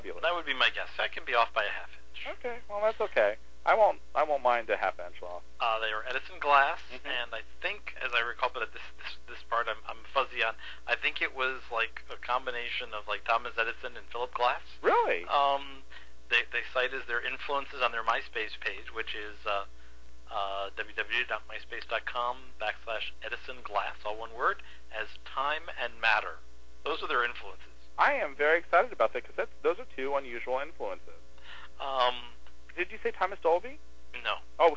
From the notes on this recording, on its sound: had to phone in this podcast!